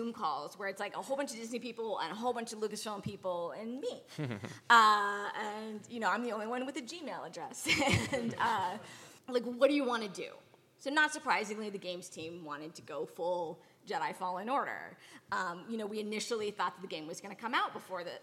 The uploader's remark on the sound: a full recording of the LIVE official panel from Star Wars Celebration London 2023